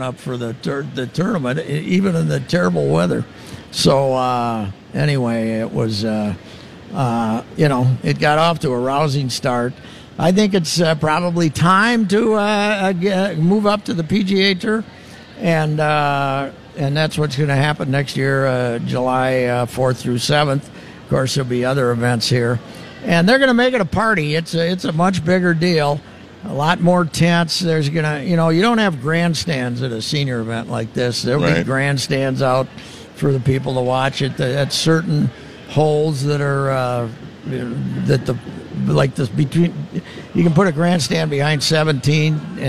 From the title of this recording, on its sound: live at the 3M Championship at the TPC